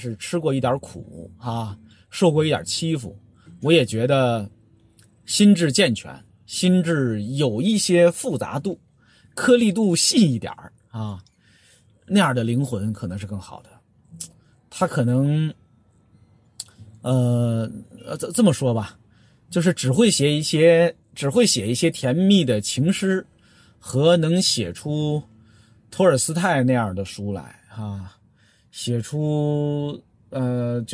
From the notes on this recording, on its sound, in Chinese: 本期「红灯区」节目还是在车内、在满是红灯的拥堵道路上录制。一刀未剪，一句没落。